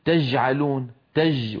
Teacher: فيقول مثلا تجعلون تج وينطق الجيم رخوة